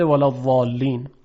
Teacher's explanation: در حرف ضاد ما یک سری نکات خاصی رو داریم، یعنی صفت استطاله هست که در بحث استطاله توضیح داده شد، امتداد صدا در مخرج حرف ضاد، که این امتداد خیلی مختصر هست، امتداد زیادی نیست